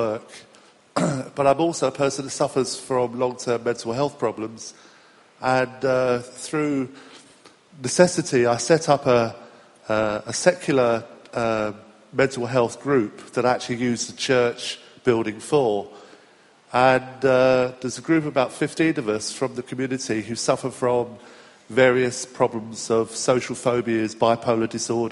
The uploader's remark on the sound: answer questions after the keynotes at the Bradford 09 conference